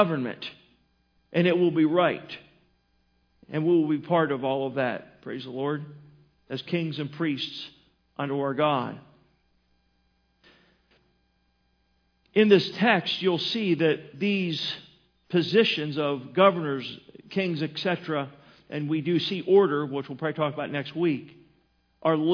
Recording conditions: large echoing room